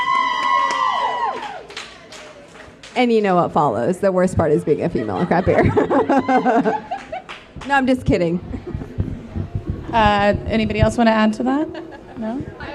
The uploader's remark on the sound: We're at BrainDead Brewing for the Women of Craft Beer 2017 panel as part of North Texas Beer Week. An audience Q&A with the panel.